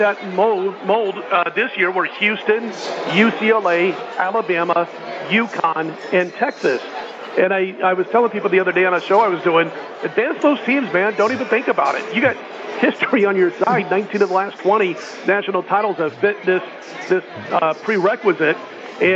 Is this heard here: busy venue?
yes